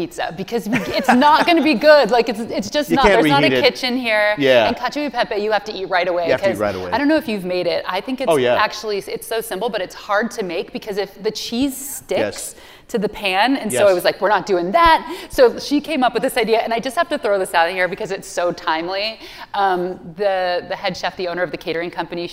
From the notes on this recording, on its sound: on stage at Seattle's Crosscut Ideas Festival